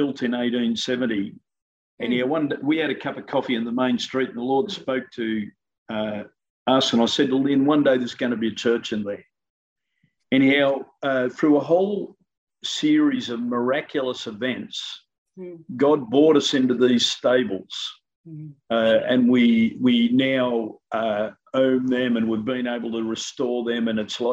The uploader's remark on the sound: In a ZOOM session. Of City Builders Church in Sale, Australia.